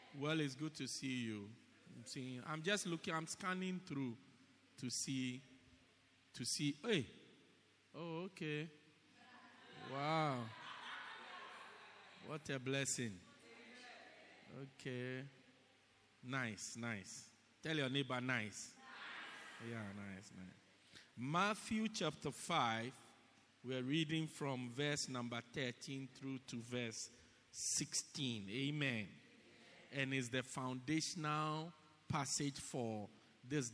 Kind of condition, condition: setting, large echoing room